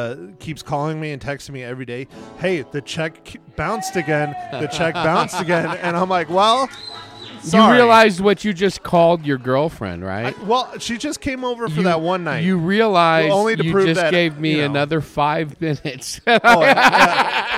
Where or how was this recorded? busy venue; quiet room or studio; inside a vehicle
busy venue